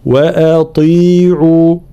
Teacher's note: في قوله تعالى: فاتبعوني وأطيعوا أمري، طبعا لابد من معناها بيان المدود هنا، مدود متساوية بمقدار المد الطبيعي، فاتبعوني وأطيعوا أمري. ثم كلمة أطيعوا خاصة ترقيق الهمزة وتفخيم الطاء مع بيان حركة الكسر